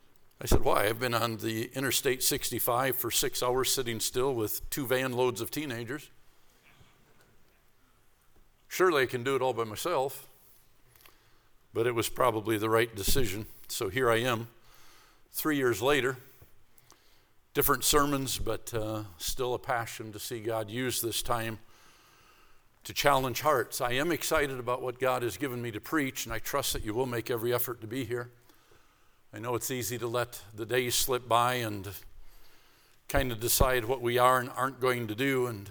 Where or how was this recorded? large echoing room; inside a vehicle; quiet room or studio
large echoing room